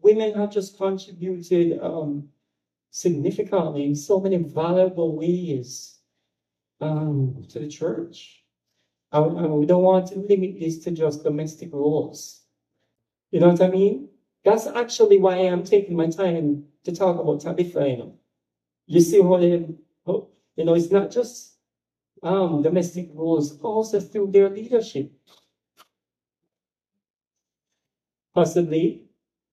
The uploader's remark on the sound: Message preached at Grace Family Church, Caymanas Estate, Jamaica